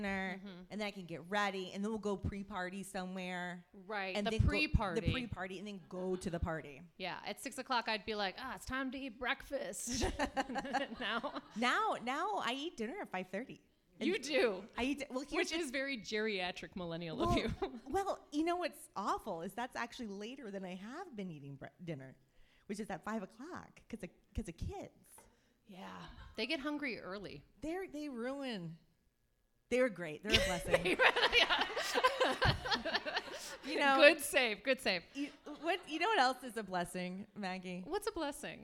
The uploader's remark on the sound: LIVE FROM THE COMEDY ARENA. Our live show. The first ever live recording of Unstable Topics had the best besties at The Comedy Arena in McKinney, Texas.